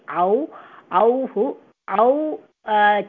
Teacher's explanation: कण्ठः ओष्टौ च स्थानद्वयम् अपेक्षितम्